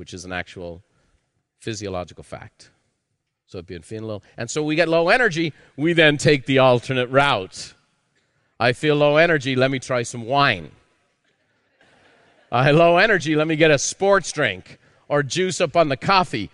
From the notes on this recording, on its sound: A live recording from Peak Experience.